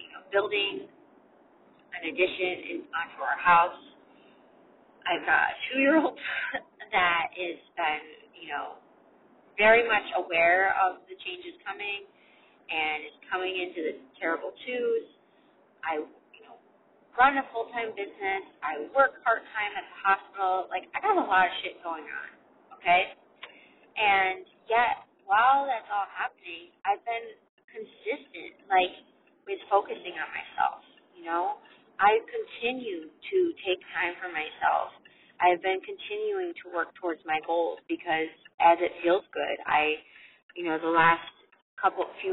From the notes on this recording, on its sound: Recorded for you this short and sweet and imperfect episode in my car